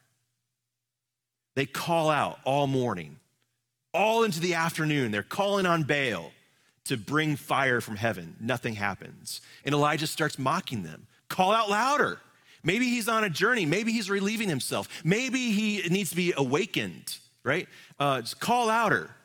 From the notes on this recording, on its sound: Live from our Celebration Ministry Center